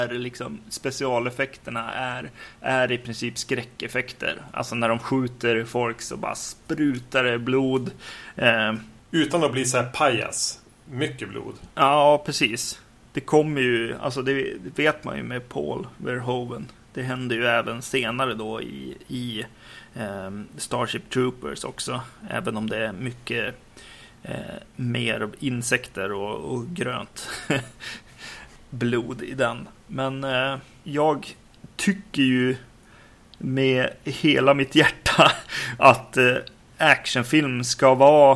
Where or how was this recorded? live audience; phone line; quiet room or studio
quiet room or studio